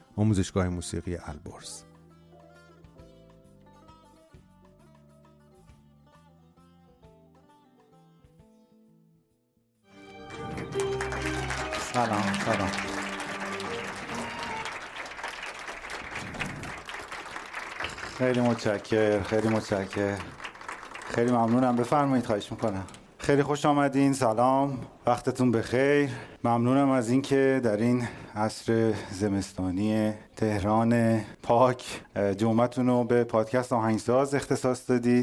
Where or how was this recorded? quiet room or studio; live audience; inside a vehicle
live audience